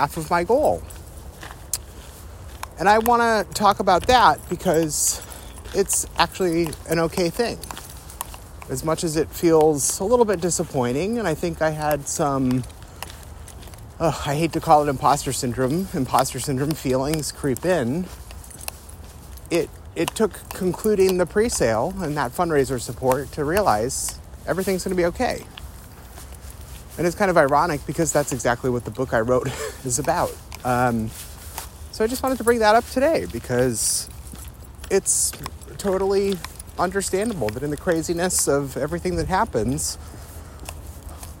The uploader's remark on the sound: This recording was made during a morning walk with his two dogs. On a beautiful late-February day that feels like spring. You might hear a slight jangle of dog tags in the background.